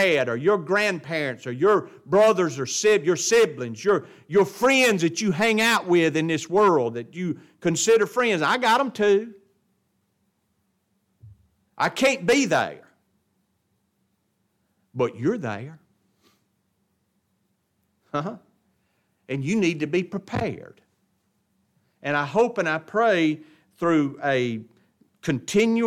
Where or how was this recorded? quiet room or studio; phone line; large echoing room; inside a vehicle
large echoing room